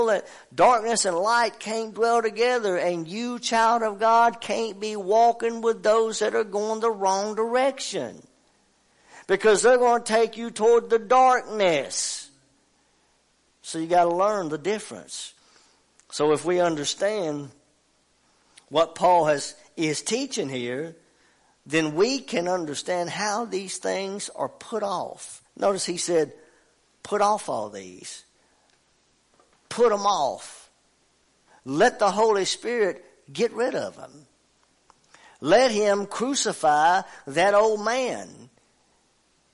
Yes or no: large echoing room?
yes